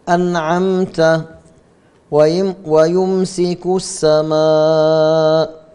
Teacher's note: إخراج الميم الساكنة من مخرجها من غير غنة ظاهرة معها. المقصود بالغنة الظاهرة هي الغنة الزائدة عن غنة الأصل الموجودة في الميم. · Term: الإظهار الشفوي